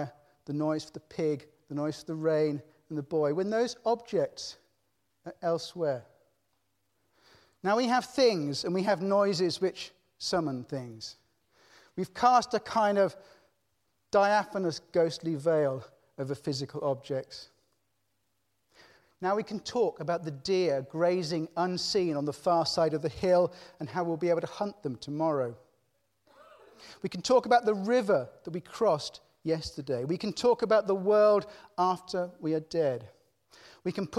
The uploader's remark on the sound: The 5x15 Halloween special recorded at Conway Hall on 30th October 2018. 5x15 brings together five outstanding individuals to tell of their lives, passions and inspirations. There are only two rules - no scripts and only 15 minutes each.